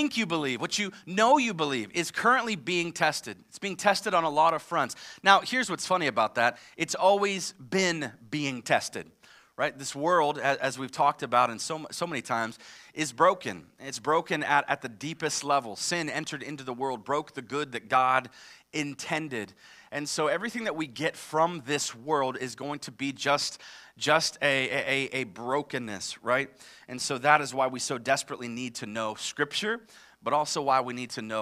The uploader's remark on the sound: live from Covenant Church!